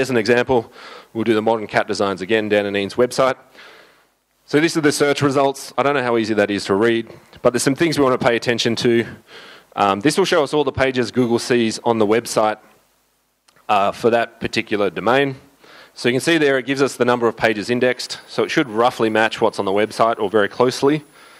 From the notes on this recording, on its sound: The guys at the summit recorded full audio and video of all presentations. The guys at the summit recorded full audio and video of all presentations so I figured this would make a great podcast episode.